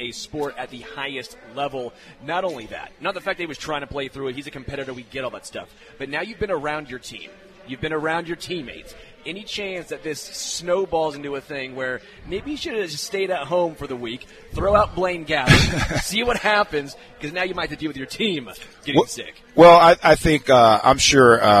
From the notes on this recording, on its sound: LIVE from Hollywood Casino!